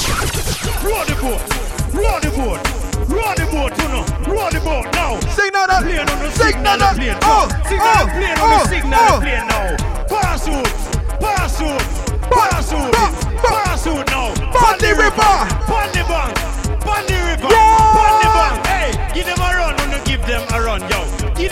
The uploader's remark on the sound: DRANK SOME HENNY AT A PARTY AND PRESSED RECORD!